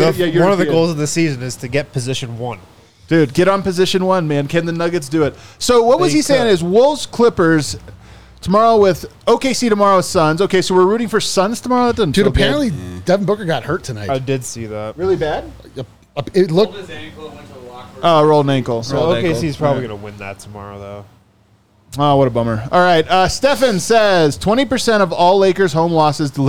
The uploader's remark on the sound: Come to you LIVE from the DNVR Bar.